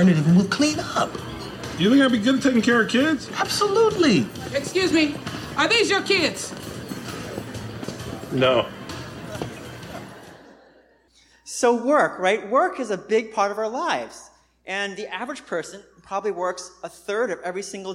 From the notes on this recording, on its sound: Recorded on 2016-09-04 at the 11:30am Service.